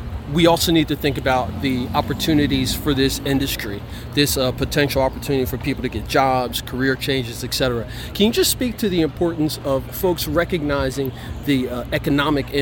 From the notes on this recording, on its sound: during the Trenton Cannabis Career Conference at HUB 13 Downtown Trenton NJ